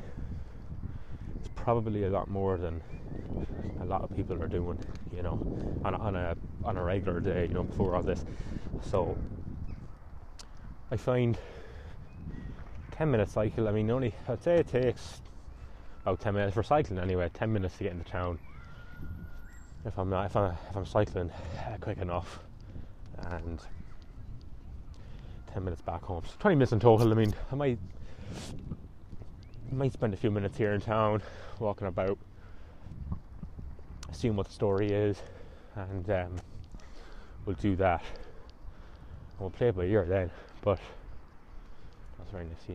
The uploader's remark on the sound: I decided to record this podcast down by the river next to the park.